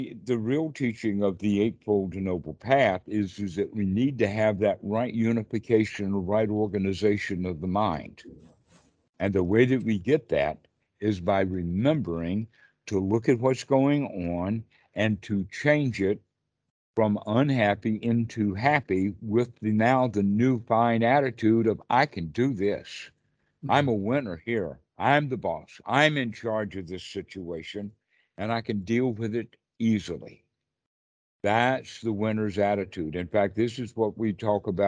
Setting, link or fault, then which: link, video call